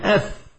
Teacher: والفاء تخرج من بطن الشفة مع أطراف الثنايا المشرفة، تقول أف، فلهذا القرب احترز وحذر الناظم من الإخفاء عند